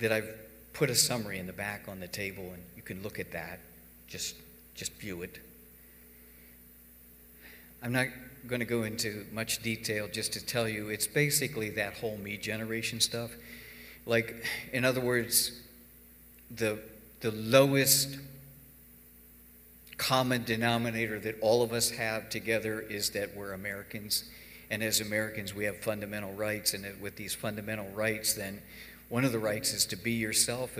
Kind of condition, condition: setting, large echoing room